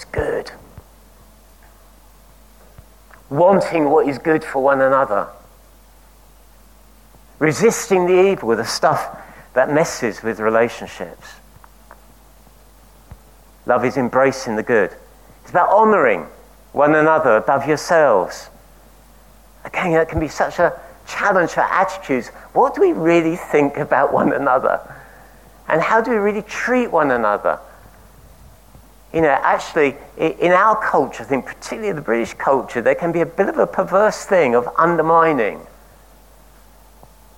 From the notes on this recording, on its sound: At King's Church, Cockermouth, as an audio file.